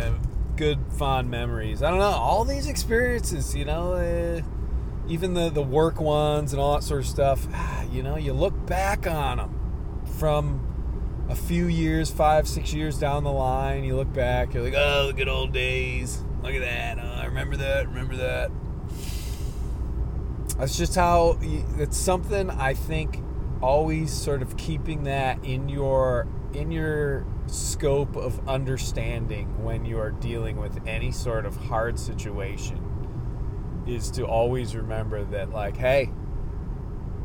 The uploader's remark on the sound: Solo Show on the Road. The first part of this podcast takes place on Cape Cod and the rest is recorded while driving my way back across this beautiful country. The audio is affected by the car sounds.